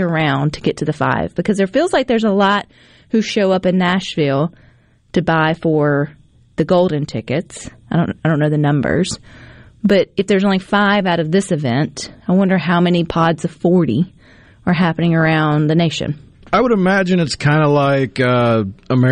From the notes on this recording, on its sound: joins the conversation by phone